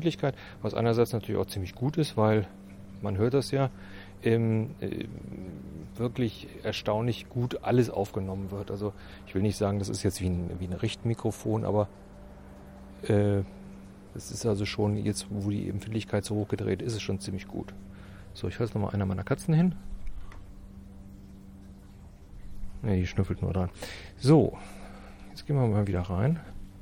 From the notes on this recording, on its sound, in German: Heute die erste Testaufnahmen mit dem Zoom H4n. Hört wie ich mit dem neuen Zoom durch unser Haus und unseren Garten gehen. Die Aufnahme wurde nicht nachbearbeitet und an dem Zoom kein Effekt eingestellt.